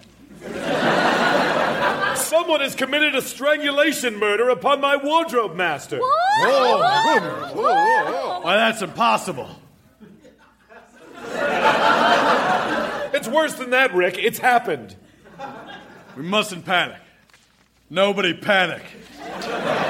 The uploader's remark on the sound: Recorded Live 1/10/2014 at Largo, Los Angeles.